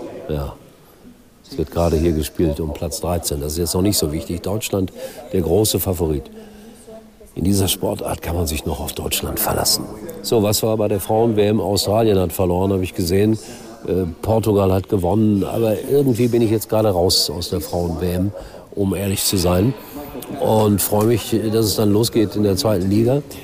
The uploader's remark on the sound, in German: live von der Weltmeisterschaft